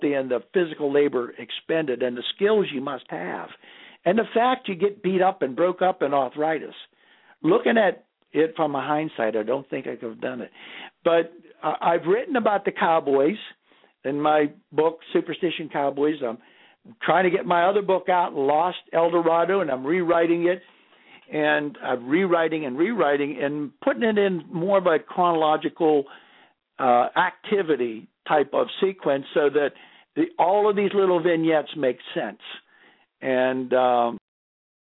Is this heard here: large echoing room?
no